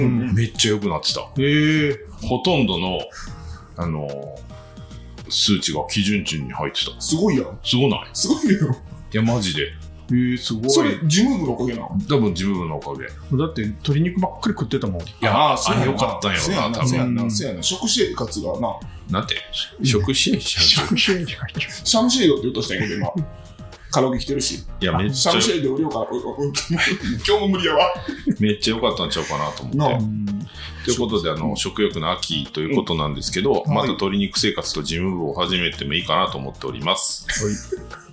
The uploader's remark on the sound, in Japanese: 今回は、３人で野外ライブに行く前にカラオケボックスで収録しました！響いてお聞き苦しいところがあるかと思いますがご容赦ください！